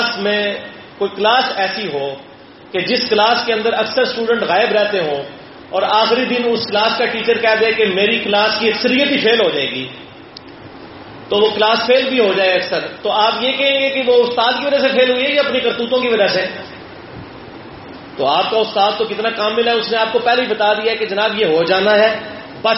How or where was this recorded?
large echoing room